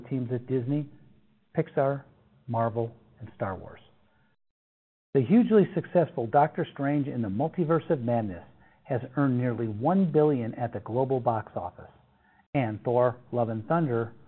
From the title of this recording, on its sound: Earnings Conference Call